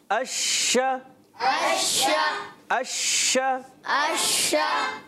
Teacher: मुंह में आवाज का फैल जाना इसको कहते हैं सिफत तफशी